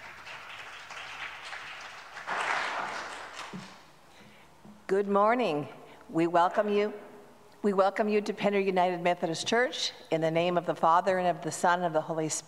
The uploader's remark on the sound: At Pender UMC Traditional Worship on Sunday, August 6, 2023